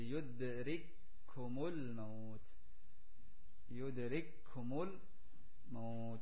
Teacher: bertemu antara kaf yang sukun dengan kaf yang berharokat, kemudian menjadi satu huruf yang bertasydid, jadi yudrik kumul maut, yudrik kumul maut. · Term: idgham